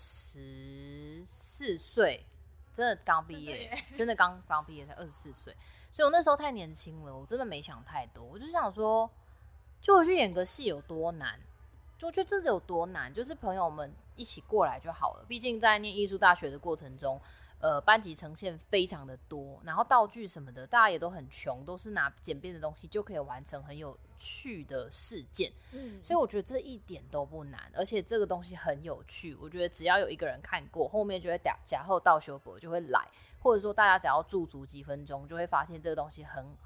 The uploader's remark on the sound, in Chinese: 這集錄製的環境比較多雜音，請大家多多包涵～